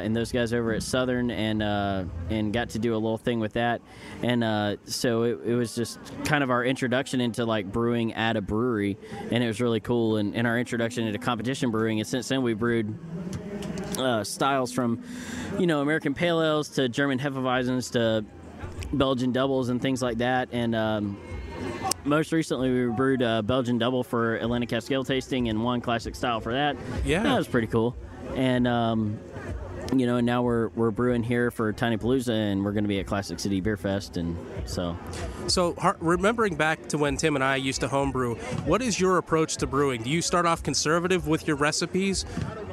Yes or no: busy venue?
yes